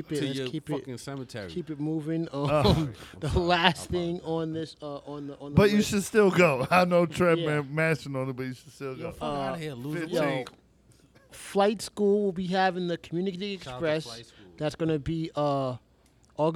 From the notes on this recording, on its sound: This week's episode is done on location at Empire Pizza.